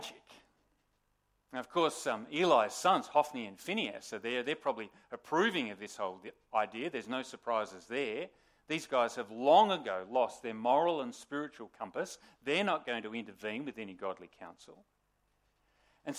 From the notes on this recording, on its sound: Sermon recorded live on the 13th August 2023 at Morley Baptist Church